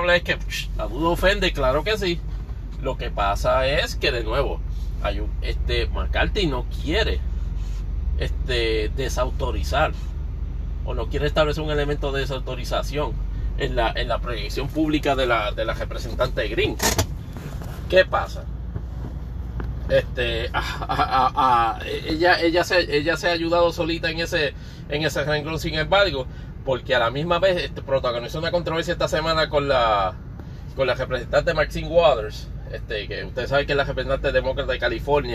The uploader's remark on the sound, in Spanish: grabado desde la aplicación Anchor para Android